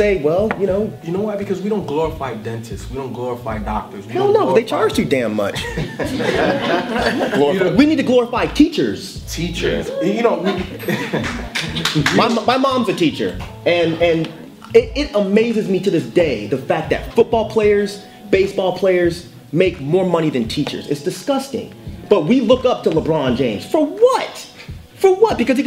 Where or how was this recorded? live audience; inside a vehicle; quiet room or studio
live audience